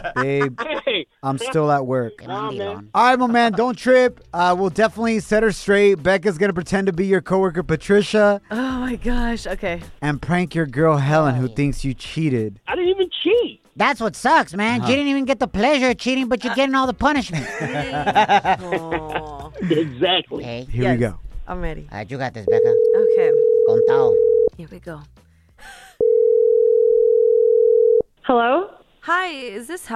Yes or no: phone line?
yes